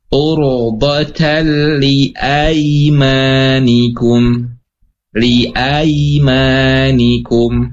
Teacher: Ciri yang kedua adalah fathah bertemu ya sukun. Dibacanya ai ya, ai.